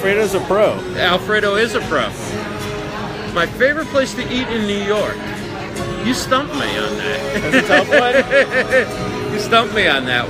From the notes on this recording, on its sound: Casual livestream from a loud venue in NYC. Originally livestreamed via mobile.